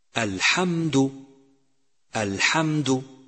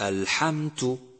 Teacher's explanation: يجب تمييز حرف الدال بصفة الجهر لأنه إذا همس صار تاء · Shown in: first take · لأن الدال والتاء من مخرج واحد ولكن الدال حرف مجهور والتاء